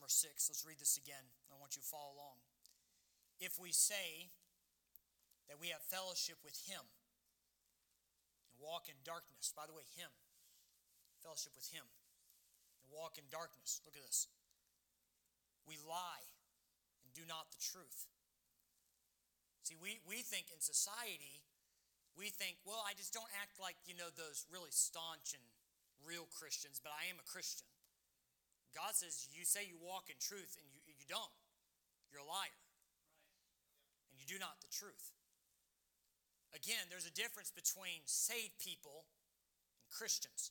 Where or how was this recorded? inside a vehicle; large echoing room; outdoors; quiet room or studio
large echoing room